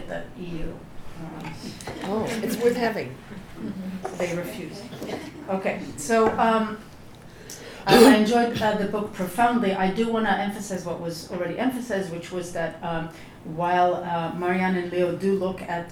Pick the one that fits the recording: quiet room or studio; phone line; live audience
live audience